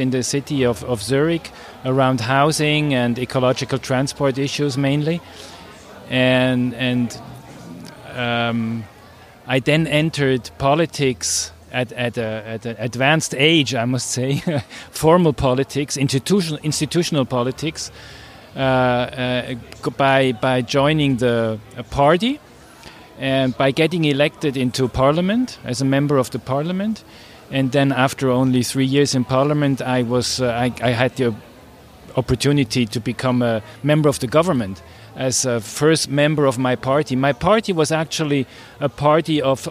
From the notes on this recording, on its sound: A controversial and collegial late-night open-air wine-panel in the context of the INURA (International Network for Urban Research and Action) conference in Zagreb in July 2019. A controversial and collegial late-night open-air wine-panel in the context of the INURA (International Network for Urban Research and Action) conference in Zagreb.